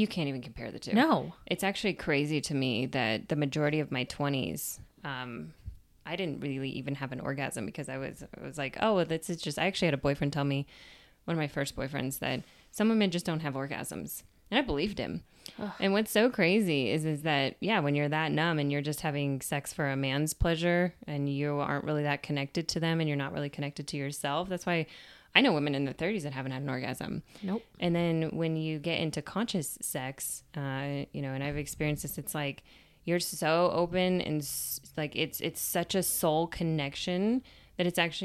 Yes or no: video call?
no